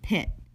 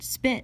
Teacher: When saying the word spit, however, we use the unaspirated allophone of the phoneme p, and probably some spit comes out as well. The unaspirated allophone does not produce a puff of air · Shown in: second take · and that's why you most likely didn't feel the air when saying the word spit.